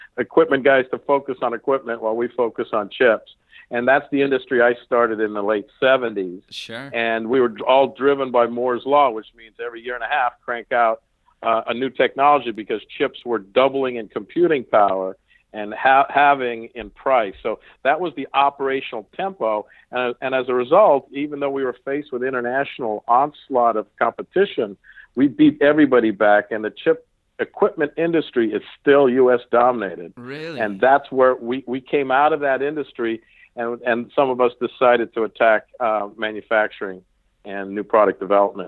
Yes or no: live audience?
no